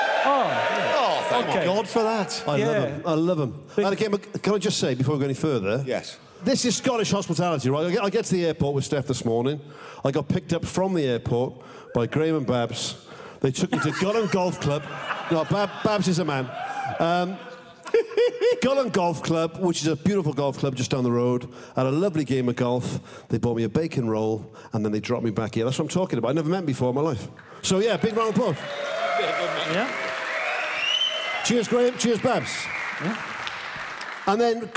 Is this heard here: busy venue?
yes